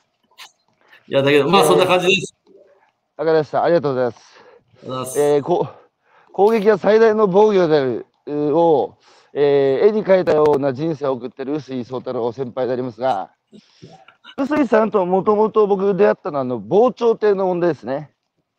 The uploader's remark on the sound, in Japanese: 歩きながら1時間、対談する